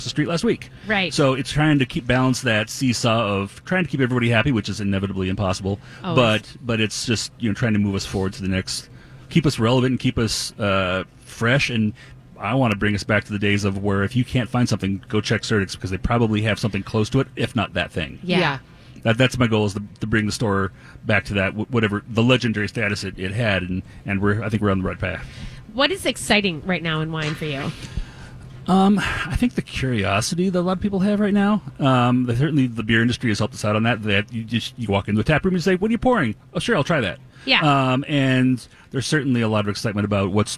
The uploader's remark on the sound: Continue their live broadcast from Surdyk's !